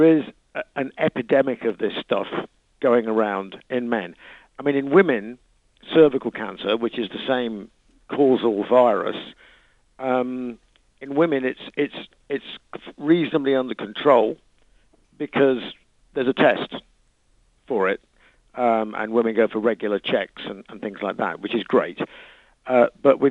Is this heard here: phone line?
yes